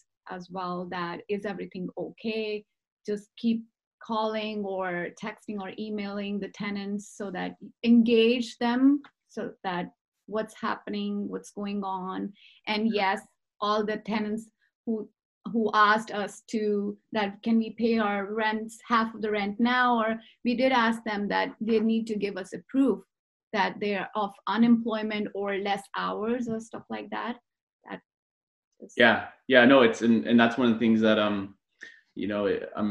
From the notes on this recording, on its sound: via ZOOM